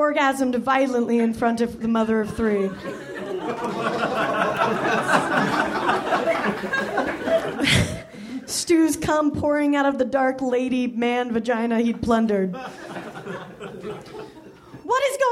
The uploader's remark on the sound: Recorded at the Nerdmelt Theater, July 15, 2013.